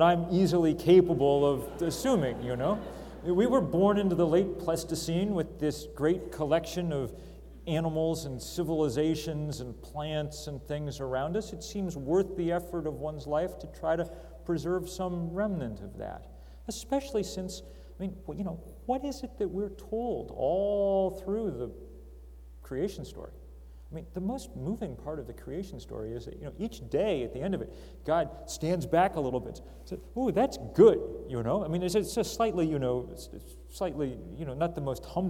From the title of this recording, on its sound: Yoder Public Affairs Lecture, Question & Answer session